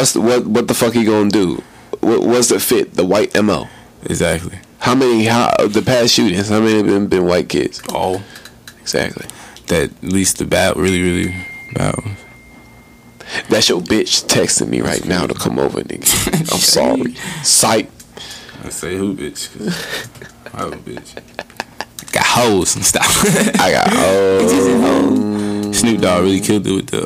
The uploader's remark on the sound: Slight Audio Distortion